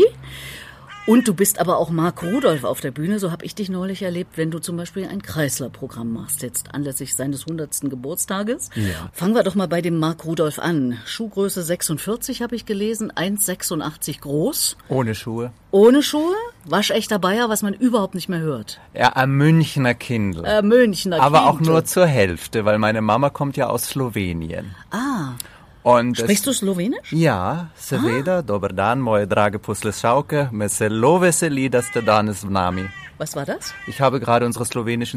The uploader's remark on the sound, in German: Nahe Berlin. Das Gespräch haben wir bei schönstem Spätsommerwetter und – wie gleich zu hören sein wird – unter freiem Himmel aufgezeichnet.